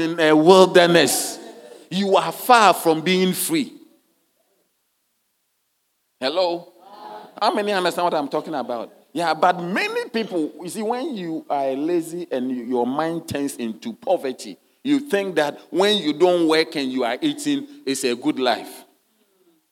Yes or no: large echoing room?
yes